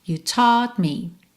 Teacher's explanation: esse último T, nesse caso aqui da música, nem vai aparecer de novo, porque a gente já tá seguindo pro me